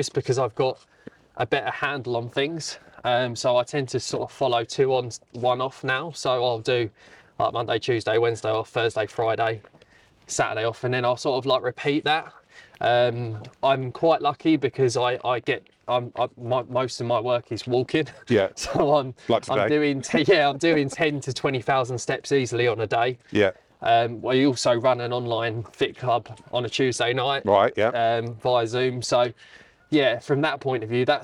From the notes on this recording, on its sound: Recorded at Mote Park, Maidstone, Kent